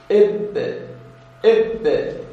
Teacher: مثلا نأخذ الباء، إب إب، العضوين اللي انطبق منهن إب شفتان